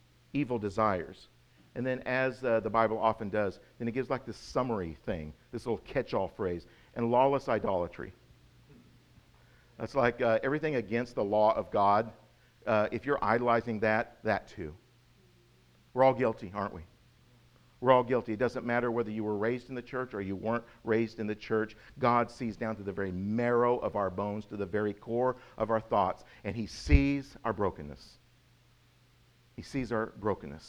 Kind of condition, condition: setting, large echoing room